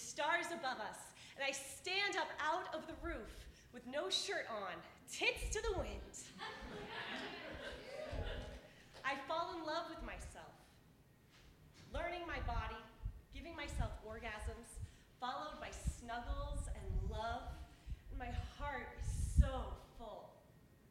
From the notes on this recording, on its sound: originally told this story at our live event on April 26